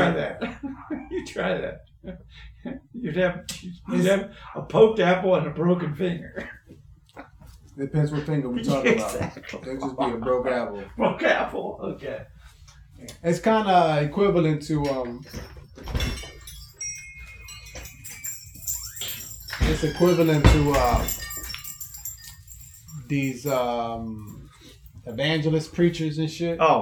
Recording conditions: poor sound quality